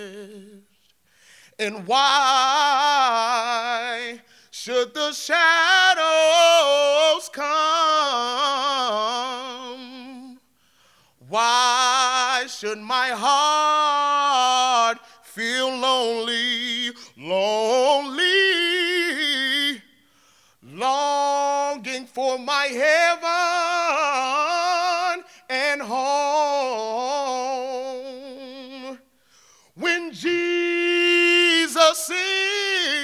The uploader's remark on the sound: Live At Steppenwolf Theater